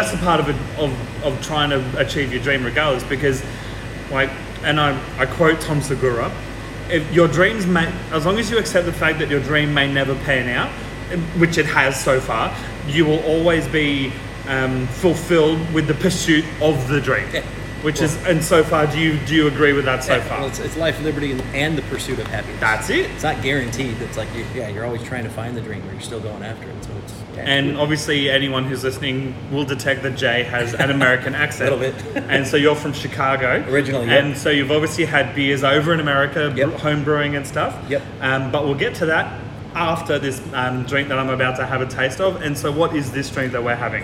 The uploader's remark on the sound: On Location at Bread & Brewery. In this episode, I went for a short trip up the M1 to Bread & Brewery in Morisset.